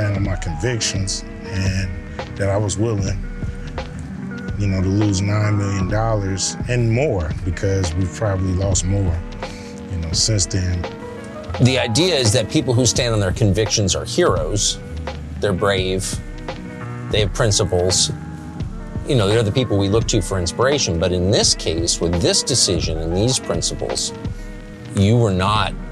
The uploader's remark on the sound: our drive through South Central LA